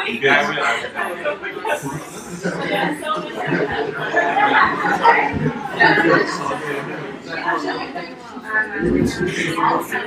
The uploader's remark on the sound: LIVE EVENT _ Trending: Now + Next at Kalifornia Kitchen. The audio for this episode is taken from the Model Me event we did at Kalifornia Kitchen.